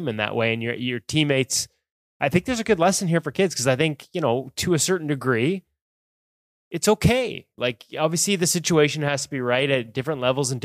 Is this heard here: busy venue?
no